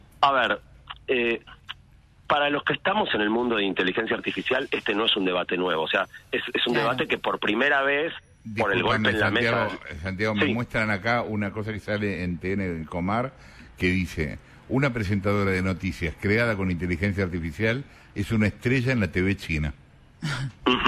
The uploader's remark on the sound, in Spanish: Pido disculpas por un audio de una calidad inferior a la habitual porque la entrevista es por teléfono y porque (¡de tanto hablar!) estoy un poco disfónico.